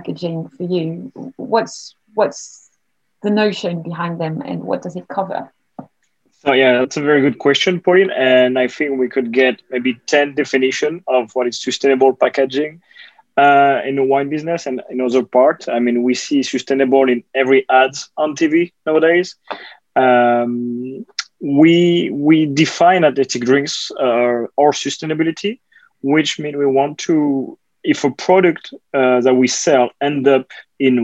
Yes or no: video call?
yes